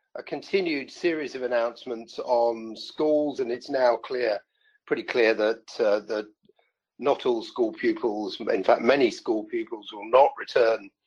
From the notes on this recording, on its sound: The audio is from the weekly FDF Covid19 webinar originally broadcast 11th June 2020